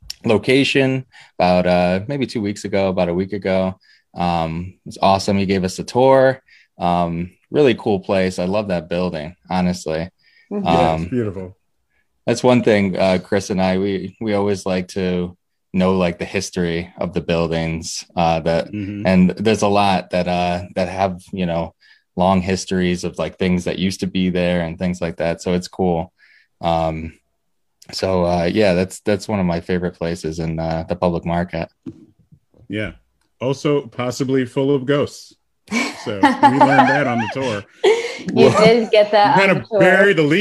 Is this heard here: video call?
yes